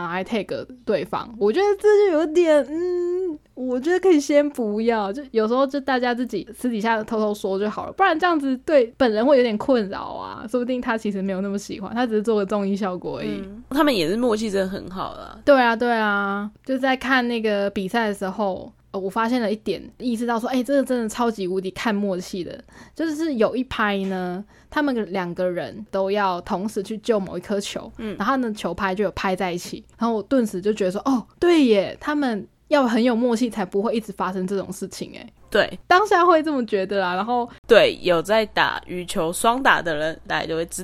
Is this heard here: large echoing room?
no